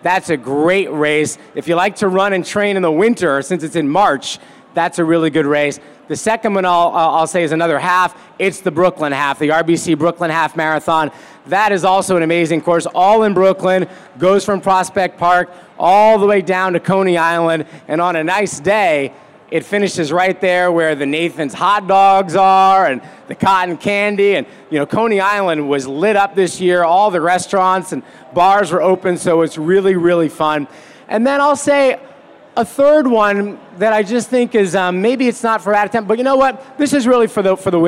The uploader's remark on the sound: Live from The TCS New York City Marathon Expo Presented by New Balance. Take live questions.